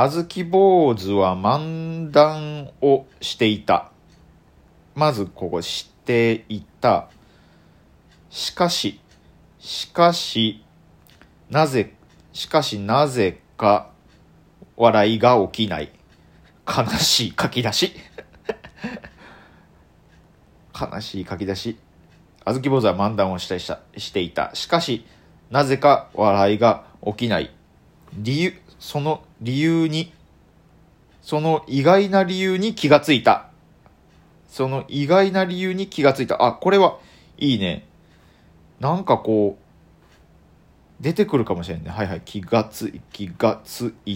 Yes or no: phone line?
no